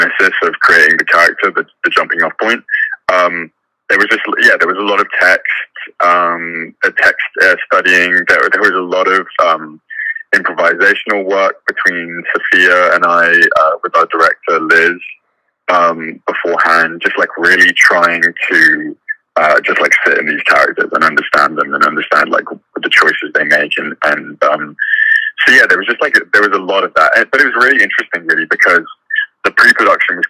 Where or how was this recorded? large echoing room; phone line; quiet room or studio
phone line